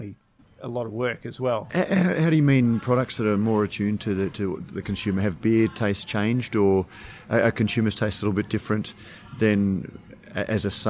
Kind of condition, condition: setting, busy venue